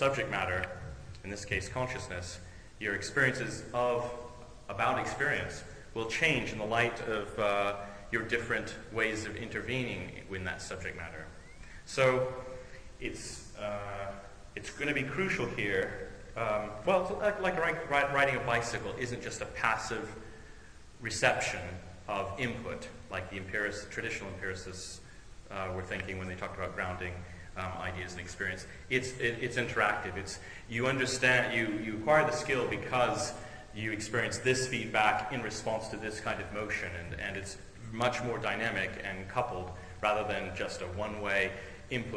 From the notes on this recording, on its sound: On July 11th, 2007, I gave an invited lecture. I gave an invited lecture as part of a Royal Academy of Engineering seminar entitled: "AI and IT: Where Philosophy and Engineering Meet", itself a part of their Philosophy of Engineering series.